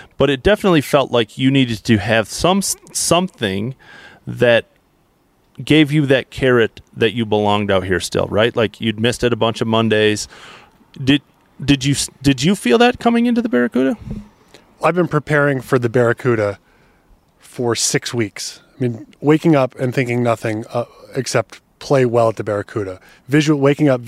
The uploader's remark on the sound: Live from Barracuda Round 2